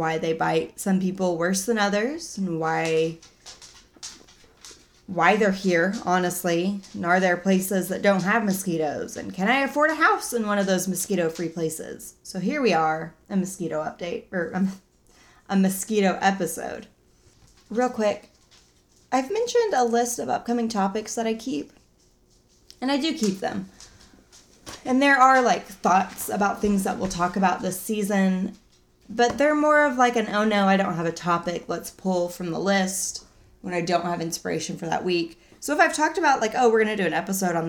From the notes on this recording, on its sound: Please excuse the dog noises in the background, they would not leave or lay down.